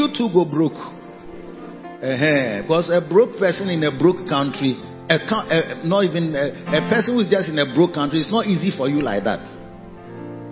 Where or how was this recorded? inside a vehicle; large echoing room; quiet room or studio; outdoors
large echoing room